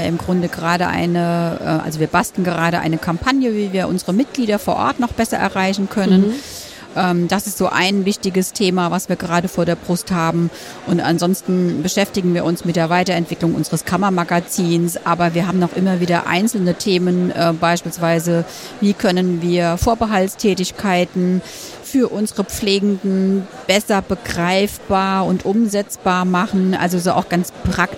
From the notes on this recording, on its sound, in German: Live vom Deutschen Pflegetag. Wir berichten live aus Berlin.